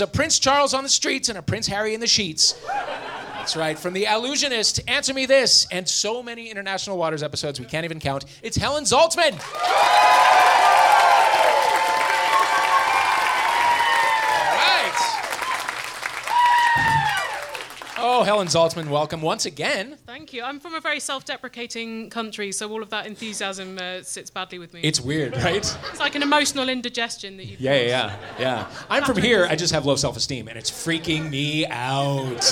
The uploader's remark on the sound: Live at MaxFunCon